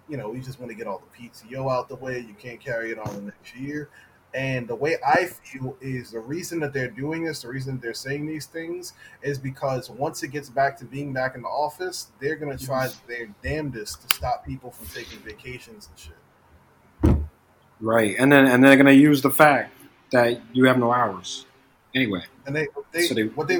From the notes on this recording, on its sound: We do aoologize for the audio quality, it seems we had an issue with wifi. Still getting adjusted to quarantine podcasting.